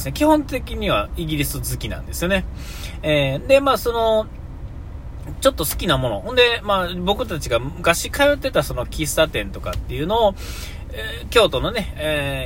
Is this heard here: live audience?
no